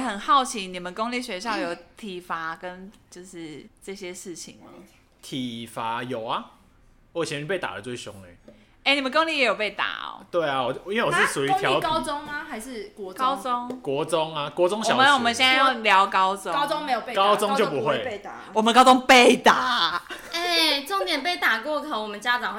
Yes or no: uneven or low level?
yes